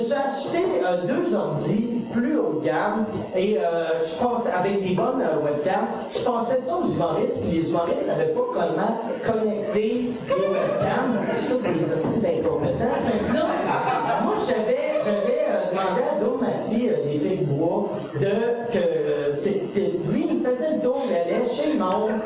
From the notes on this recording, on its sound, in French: Cet épisode a des problèmes audio. Voici le premier épisode enregistré au Bordel Comédie Club.